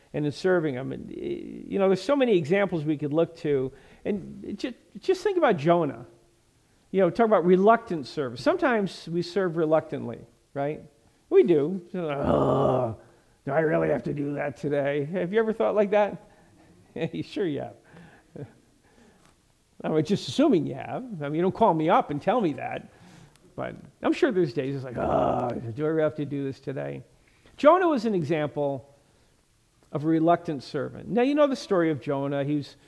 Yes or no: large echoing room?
yes